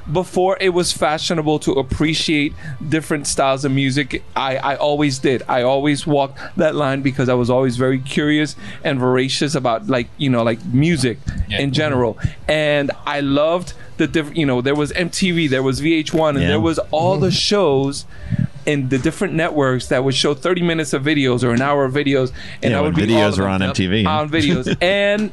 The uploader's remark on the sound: records LIVE from The Saint in Asbury Park, NJ